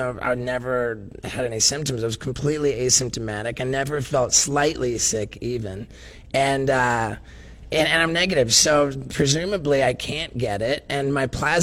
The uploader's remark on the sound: live from RoadRunner Food Bank